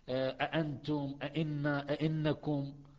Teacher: التحقيق ولفظ الحرف كاملا من غير حذف من غير تسهيل من غير تخفيف فيه · Term: تحقيق الهمزة